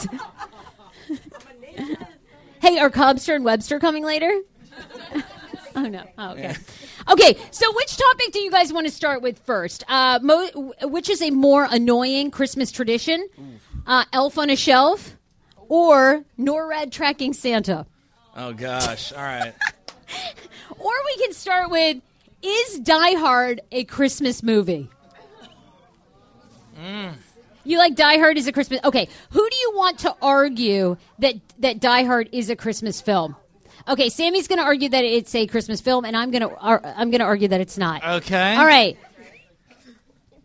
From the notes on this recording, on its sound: DC Improv LIVE Podcast Show. We're posting our December live show for you to enjoy!